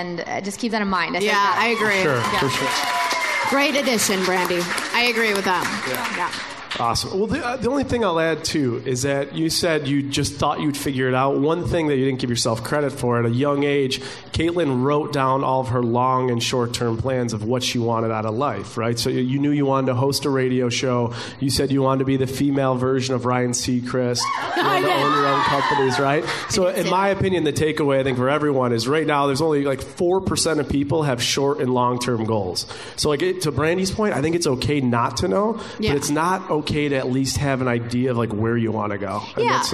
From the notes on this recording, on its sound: another live show